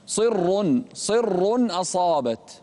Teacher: فخم الراء والألف بعد الصاد